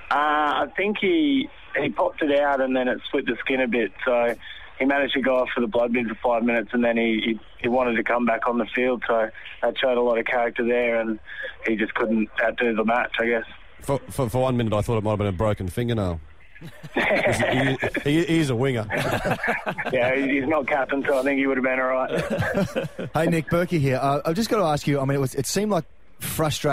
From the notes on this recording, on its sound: is on the phone